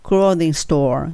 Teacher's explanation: g は落ちますね、最後の g。